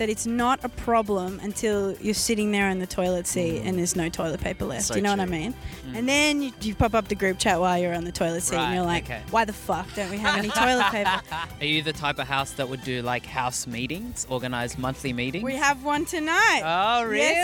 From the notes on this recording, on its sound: Carried their share house couch outside! With recording gear in hand, they headed to a nearby university to interview students about life on/off campus.